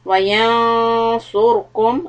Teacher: Now noon is ikhfa followed by heavy letter sod, so the quality of ikhfa will be heavy, and the ra sukun is also heavy because it is preceded by dhamma